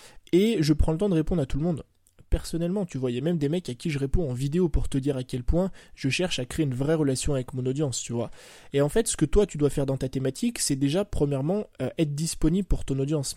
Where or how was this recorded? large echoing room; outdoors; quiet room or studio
quiet room or studio